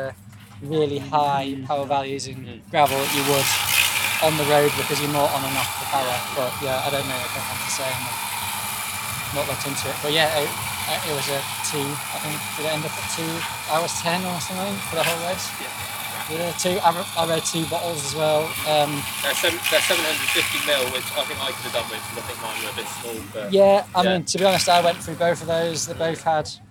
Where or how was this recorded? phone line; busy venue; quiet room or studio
busy venue